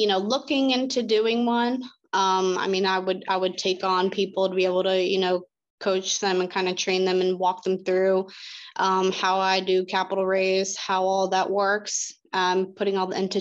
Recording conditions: video call